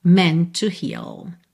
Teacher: Meant com to, você junta num T só